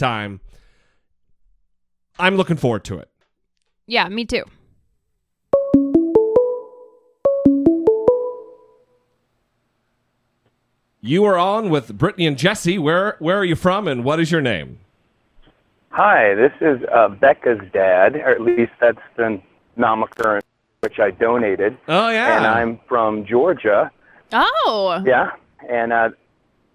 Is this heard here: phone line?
yes